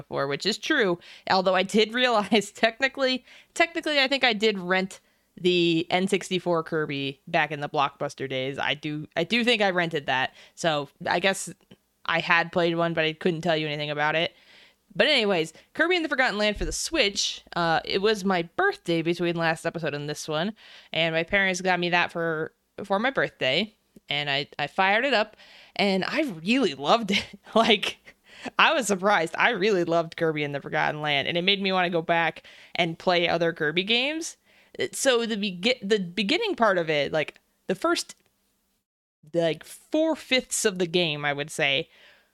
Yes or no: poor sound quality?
no